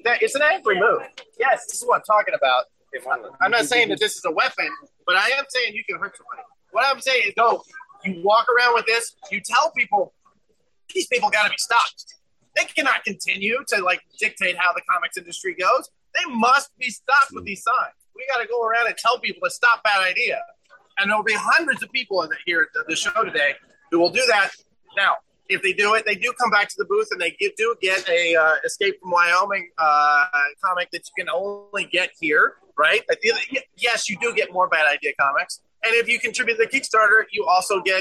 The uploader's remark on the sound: Bad Idea Kickstarter Live from NYCC.